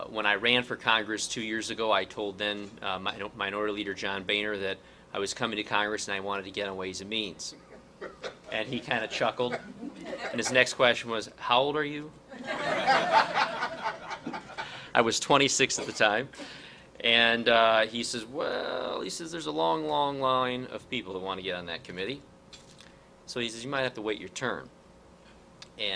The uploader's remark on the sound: WASHINGTON, DC. Delivered a speech to a luncheon meeting of The Ripon Society.